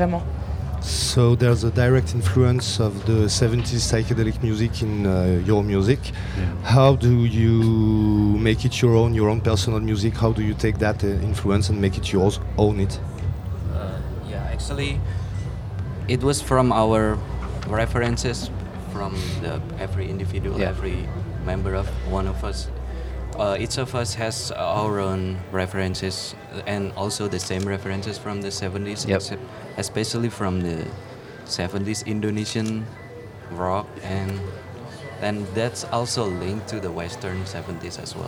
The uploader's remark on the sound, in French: Rediffusion des 2 heures d'émission en direct des Trans Musicales de Rennes le samedi 10 décembre 2022